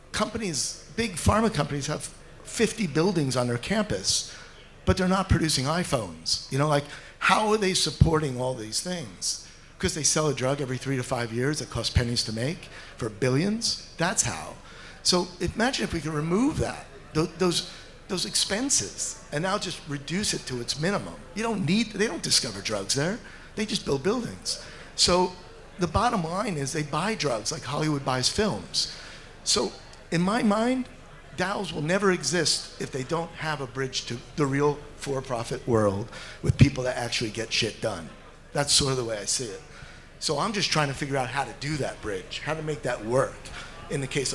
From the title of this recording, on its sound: A Panel Discussion from DAO Planet